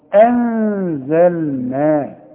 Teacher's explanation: أنزلنا نون بدون تشكيل اهي قدامك اهي، وبعدها زين، والزين من حروف الاخفاء، حخفي وغن